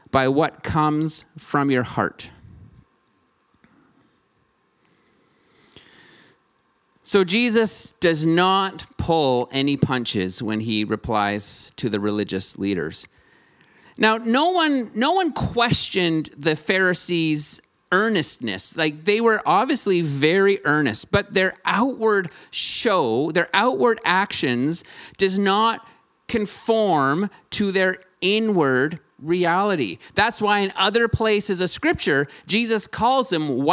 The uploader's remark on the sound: Streamed on November 7, 2021 at THRIVE Church Vancouver, Canada. Church Online is a community based in Greater Vancouver Area.